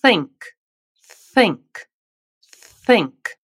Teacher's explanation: Primeiro, muita atenção à pronúncia da palavra think. Esse TH é aquele que nós chamamos de unvoiced, ou não vozeado. Ou seja, é um som que não faz a sua garganta vibrar. Para reproduzi-lo, é preciso colocar a língua entre os dentes e soprar, como uma cobrinha.